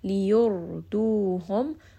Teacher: Ra in this case is going to be heavy because the letter before has a lamma. Ra is a case of tawassut as well, so make sure that you are resting on this ra.